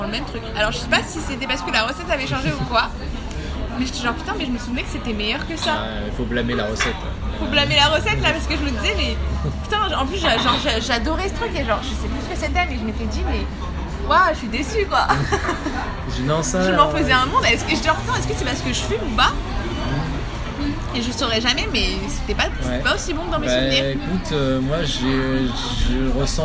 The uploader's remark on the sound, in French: La conversation qui va suivre a été enregistrée en mars 2018 à l’iPhone à une terrasse de café. Je vous la livre sous sa forme la plus brute. La qualité n’est donc pas au rendez-vous.